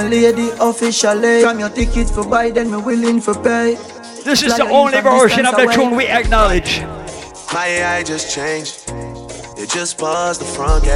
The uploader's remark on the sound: Live party audio from Island Saturdays on September 16th.